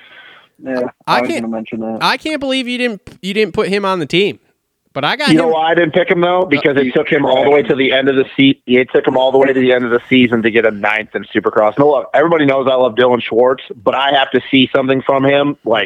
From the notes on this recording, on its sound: get on the phone